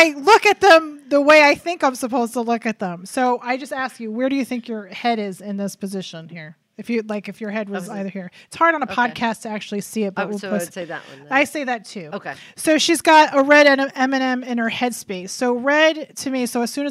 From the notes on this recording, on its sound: we hosted a party with former guests, Patreon sponsors, friends, and family at Sofie's Salon to record our 100th episode